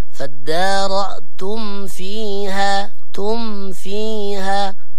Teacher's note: معنى كذلك الميم الساكنة عند الفاء إظهار، فالدار تم في تم تم يعني نطبق على الشفتين عند الميم ومن ثم ننتقل إلى الفاء بدون تطويل الغنة، فالدار تم فيها تم فيها.